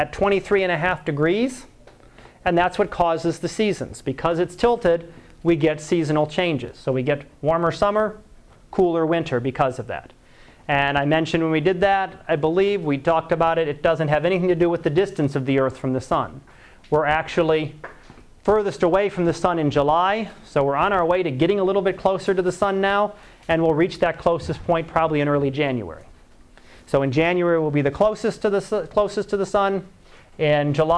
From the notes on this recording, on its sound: Live Class Lecture.